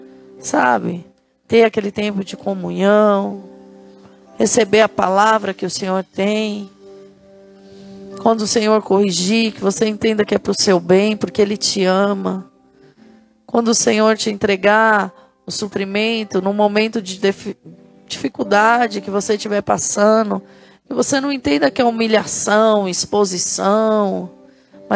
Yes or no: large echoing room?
yes